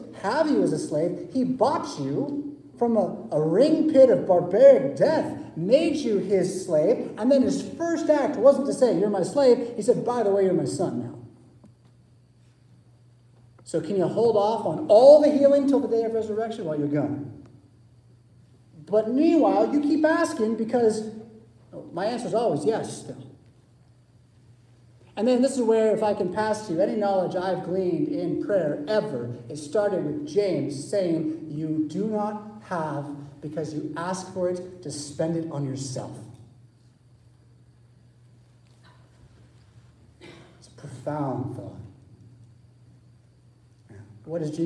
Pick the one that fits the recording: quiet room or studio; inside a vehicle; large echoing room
large echoing room